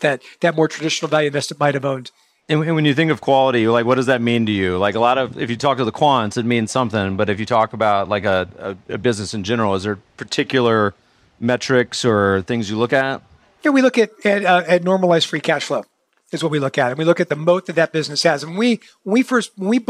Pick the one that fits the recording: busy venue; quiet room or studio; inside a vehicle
busy venue